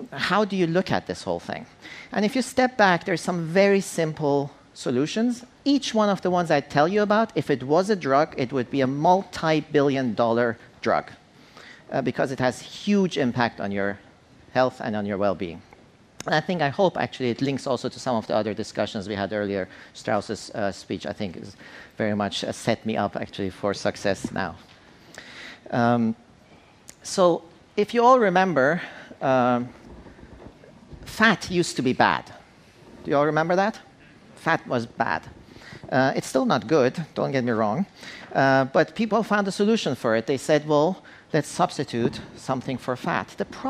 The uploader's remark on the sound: On stage at #BoFVOICES